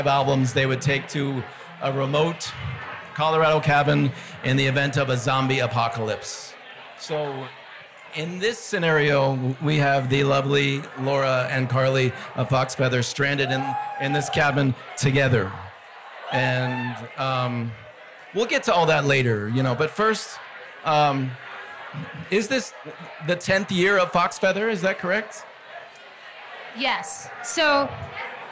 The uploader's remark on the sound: Recorded live at Number Thirty Eight in Denver.